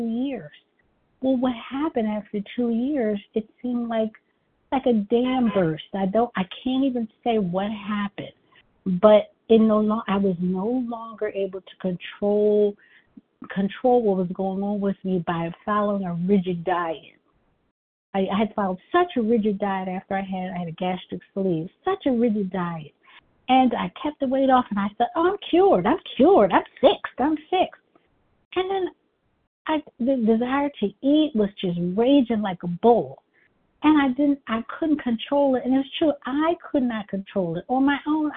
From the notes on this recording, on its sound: 100 Pounders Phone Meeting